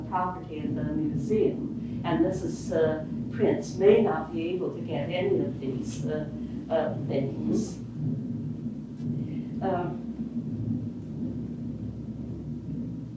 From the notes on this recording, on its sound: At time stamp 4:45 the episode turns into an audio recording from a Historical Society Meeting